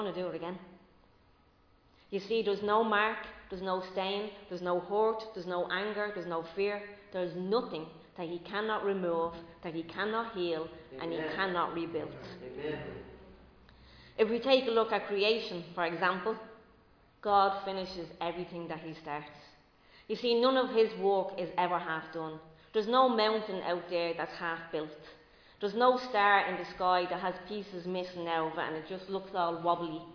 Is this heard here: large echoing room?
yes